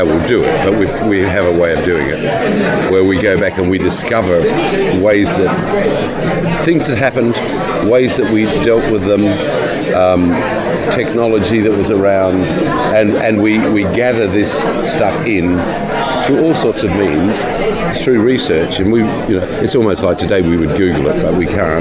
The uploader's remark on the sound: Recorded at San Diego Comic Con.